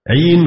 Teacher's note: عين كسرت عينه بدل ضمها لمجانسة الياء، يعني هي أصلها إيه، وحور عين، عين بضم العين وسكون الياء، مفردها عيناء كحمراء، وحور عين، فكسرت العين عين لأنها أنسب للياء، لكن أصلها عين.